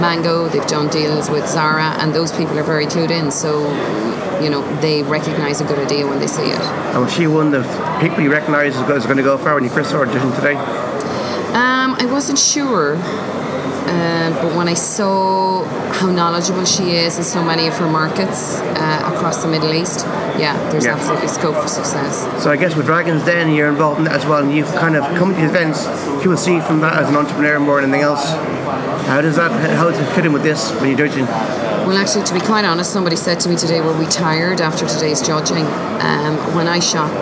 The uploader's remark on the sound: in Belfast at the Digital DNA conference